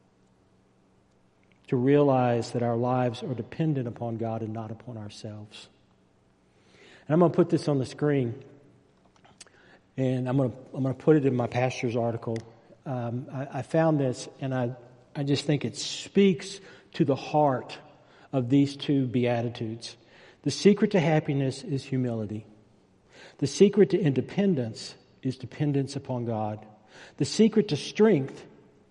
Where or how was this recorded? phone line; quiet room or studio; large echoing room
large echoing room